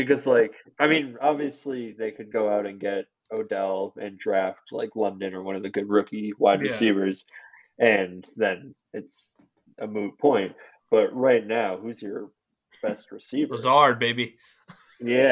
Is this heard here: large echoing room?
no